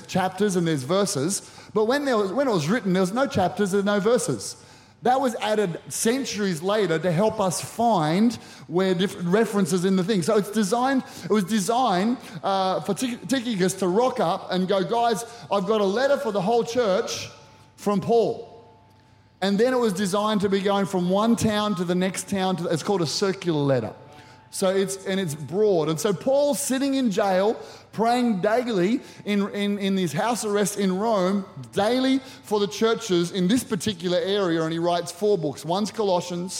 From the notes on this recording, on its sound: Recorded during our 5pm service on Sunday, the 6th of August 2023.